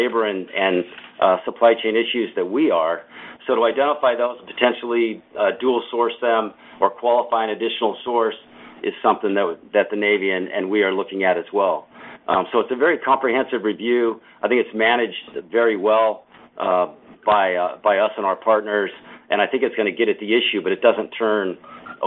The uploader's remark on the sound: Huntington Ingalls's Q4 2023 earnings call, unedited